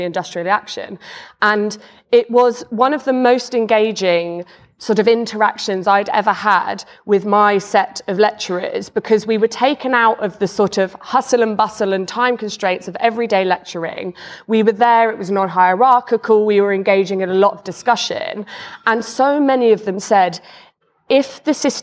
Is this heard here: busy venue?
yes